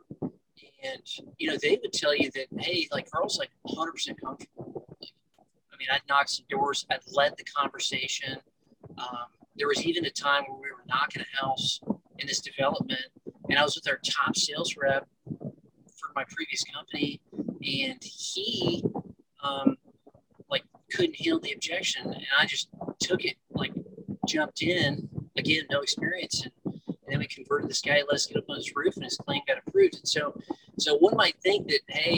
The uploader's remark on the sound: I apologize about the audio quality.